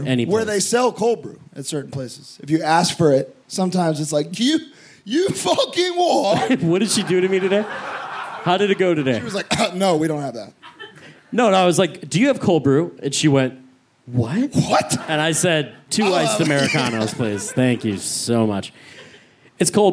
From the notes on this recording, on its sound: Live at Outbreak Fest (Manchester, UK). To everyone in attendance.